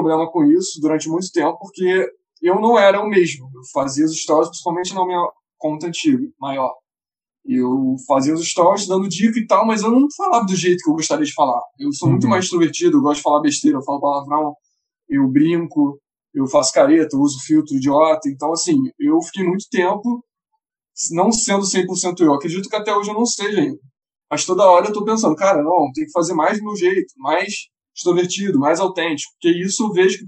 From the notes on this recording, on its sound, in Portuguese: Episódio gravado durante a pandemia do COVID-19, com gravação remota.